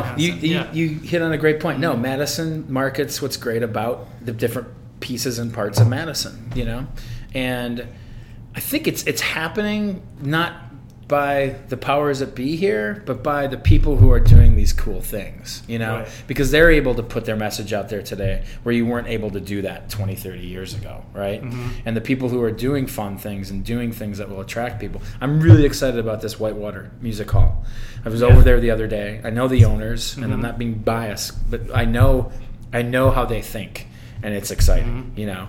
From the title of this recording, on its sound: Live at Daly's